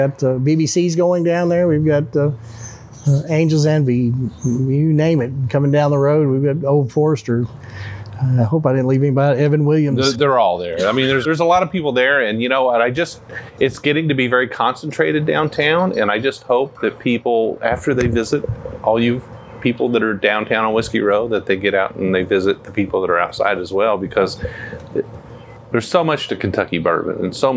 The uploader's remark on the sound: while enjoying the outside dining area at Bourbon's Bistro in Louisville